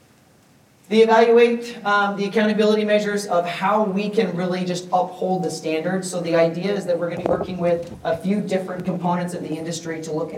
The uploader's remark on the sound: Recorded live on Saturday from Transworld’s Halloween & Attractions Show. While I snipped a few things out for continuity, this remains mostly unedited.